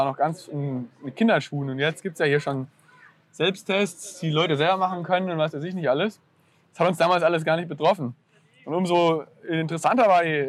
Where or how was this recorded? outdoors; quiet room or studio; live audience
outdoors